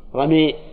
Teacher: صح أن تضجع الألف حتى تكون قريبة من الياء ولهذا بعضهم فسر الإمالة بالإضجاع مو بالإنحاء بالإضجاع مثل ألف رمى